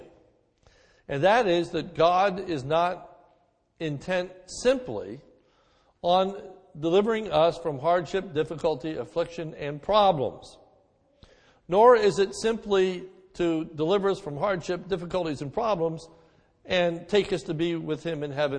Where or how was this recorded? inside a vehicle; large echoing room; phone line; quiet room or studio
large echoing room